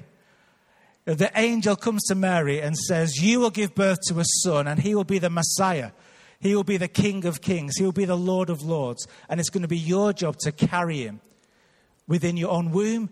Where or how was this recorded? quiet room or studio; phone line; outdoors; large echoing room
large echoing room